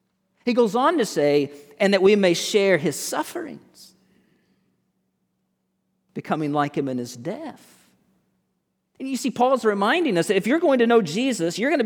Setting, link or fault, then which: setting, large echoing room